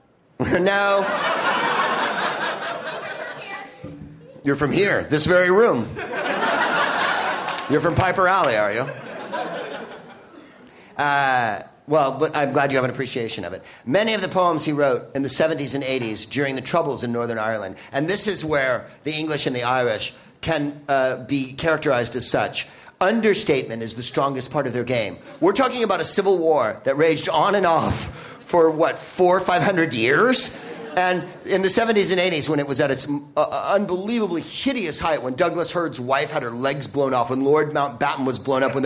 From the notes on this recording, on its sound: Live from Chicago's Up Comedy Club